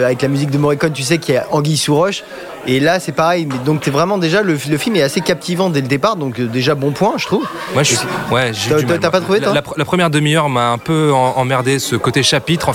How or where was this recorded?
busy venue